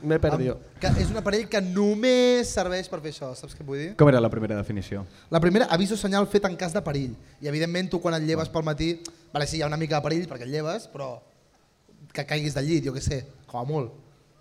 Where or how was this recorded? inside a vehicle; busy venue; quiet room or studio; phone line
busy venue